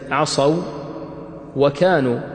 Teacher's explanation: فعندنا الواو في كلمة عصوا هنا ساكنة لكنها ليست مدية، هنا ساكنة لكن ليست مدية، إنما هي واو لينة، فأدغمت في الواو التي بعدها من قبيل المتماثلين الصغير.